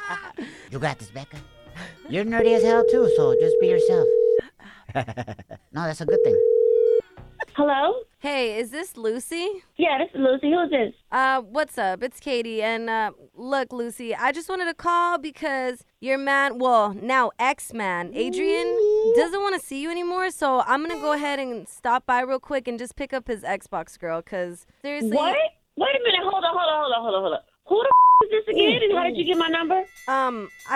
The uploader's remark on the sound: We opened up the phone lines.